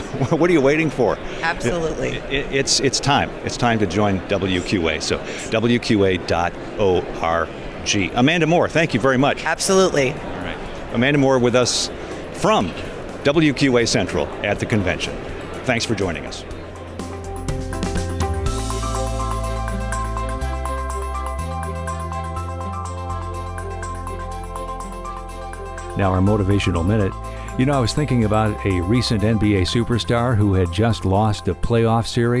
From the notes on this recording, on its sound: on the show floor of the WQA Convention & Exposition in Las Vegas